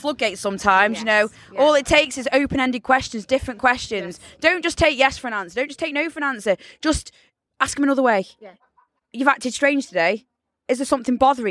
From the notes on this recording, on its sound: Sav Fest 2023. On the closing night of the festival, courtesy of half an umbrella keeping the rain off us...well as best as it could!